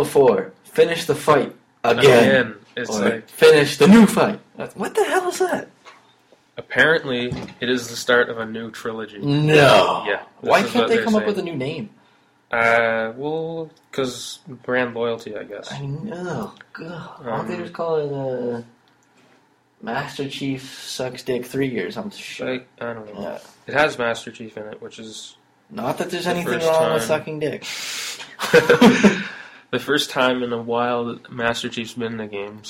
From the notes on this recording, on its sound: Still working out some technical issues